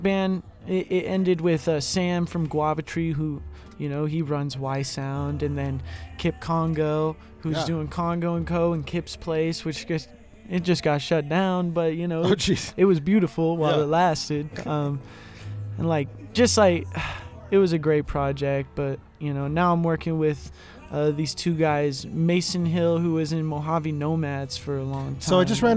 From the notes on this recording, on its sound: BACK IN THE VAN IN THE BRUE HAUS DRIVEWAY! Recorded during Ogden's First Friday Art Stroll.